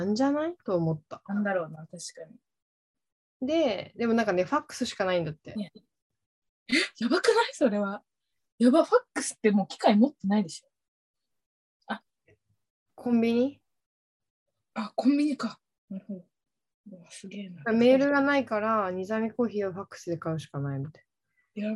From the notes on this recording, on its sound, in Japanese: 東京と富山でzoomにて収録。